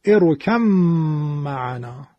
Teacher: حرف با، با ساکن در میم اگر بعدش آمد ادغام میشه